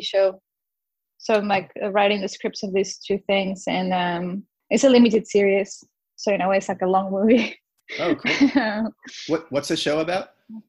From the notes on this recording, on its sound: First our Zoom conversation was interrupted by a surprise guest...